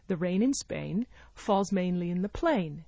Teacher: Each thought group has a focus word. In fact, it has two focus words, rain, Spain, mainly plain. And the function words, the prepositions and the articles and so on, are not stressed.